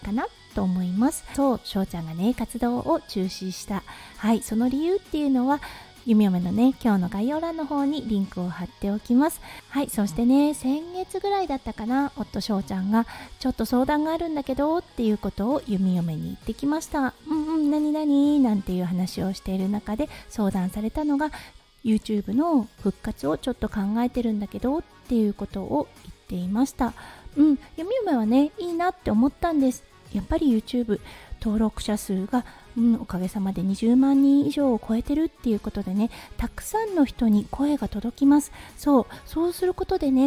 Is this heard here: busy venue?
no